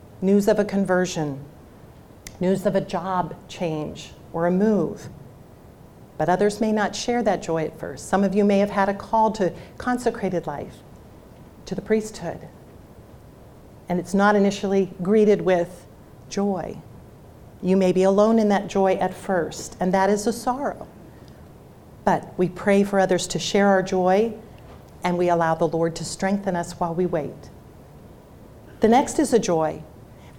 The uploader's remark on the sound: Talk was part of the Student Leadership Conference at Franciscan University of Steubenville.